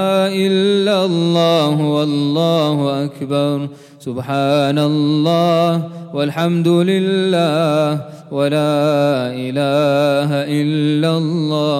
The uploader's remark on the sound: at the Houghton Masjid (West Street)